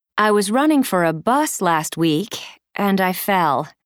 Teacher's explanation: Notice that the intonation falls and then rises slightly at the end of the first part of each sentence. · Term: Fall rise intonation